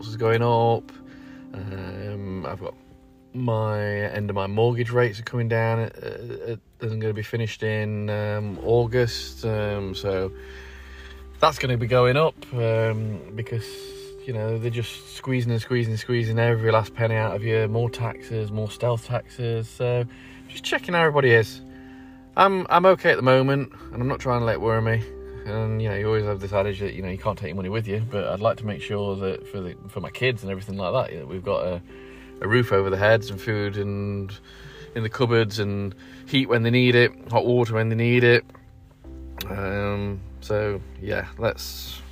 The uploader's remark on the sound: Just sitting in the car over 3 days and just chatting